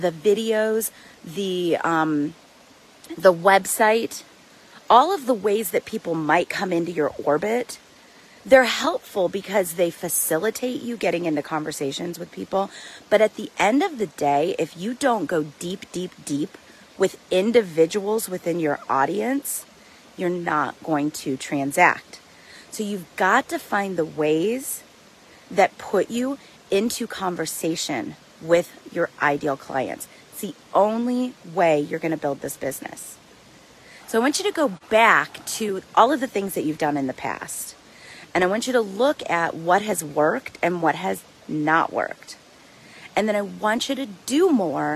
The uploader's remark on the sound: The audio on this might be a little grainy, and you might hear me get a little out of breath at times, because I literally recorded it while on a hike in the mountains.